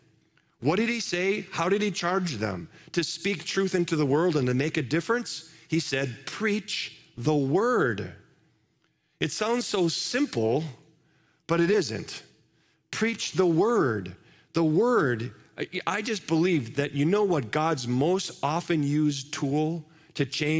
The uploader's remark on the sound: Live from our Celebration Ministry Center